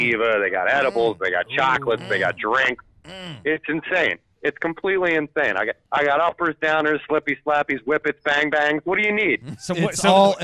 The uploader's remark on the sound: We have a phone call